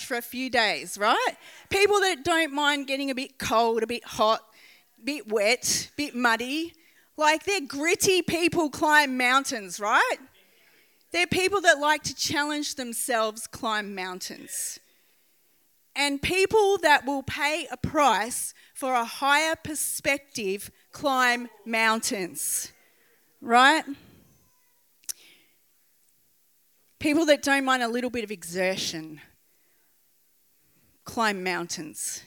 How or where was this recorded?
large echoing room